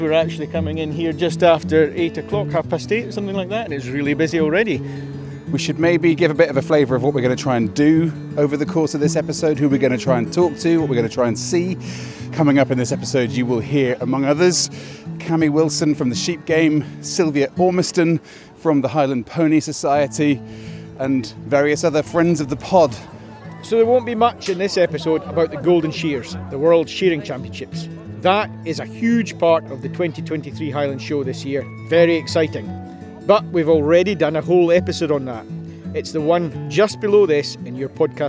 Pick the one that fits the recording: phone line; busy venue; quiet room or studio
busy venue